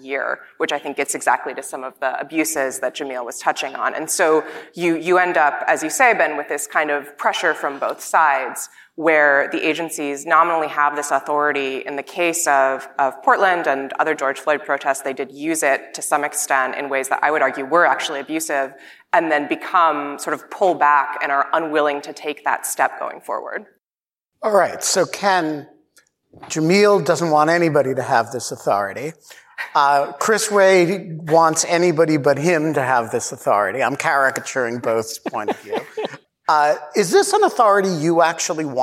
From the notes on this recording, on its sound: In front of a live audience at the Knight Foundation's INFORMED conference in Miami, Florida